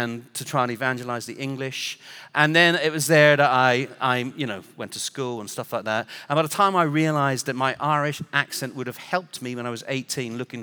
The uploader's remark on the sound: Recorded Live at Brookwood Church on 01.014.2024